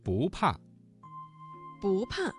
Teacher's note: 不怕这个词当中的不字在4声前要变成2声